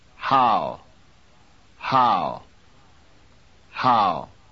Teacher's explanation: Notice that the A part is louder than the W glide. · Term: diphthong